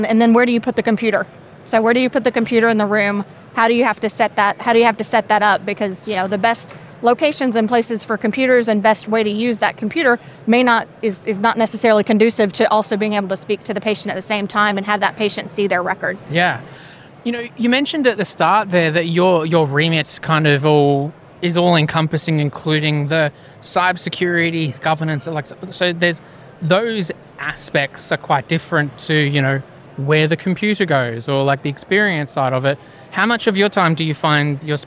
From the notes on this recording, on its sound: Australian Healthcare Week 2023 Feature Episode. Recorded at Australian Healthcare Week 2023.